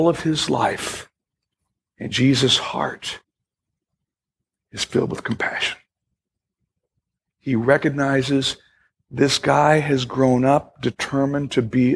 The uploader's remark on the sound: Originally recorded July 2, 2018, at Fellowship Missionary Church, Fort Wayne, IN.